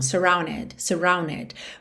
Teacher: quando eu omito o D e junto no N, para ganhar mais ligação